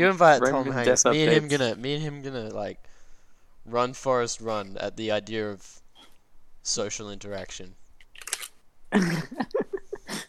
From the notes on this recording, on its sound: no shortage of talking over eachother and bad internet connection